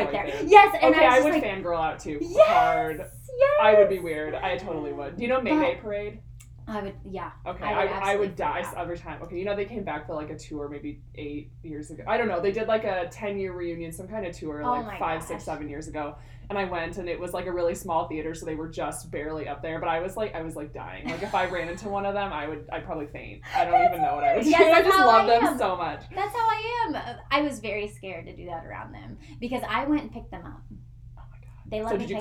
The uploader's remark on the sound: Bare with us as we are still learning how to properly record a podcast/volume control LOL